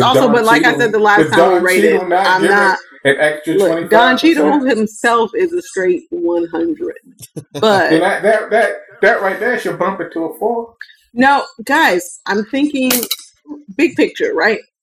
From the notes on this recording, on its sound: This was recorded in Summer of 2020, still trying to figure out how to record remotely in a pandemic. Please pardon the audio.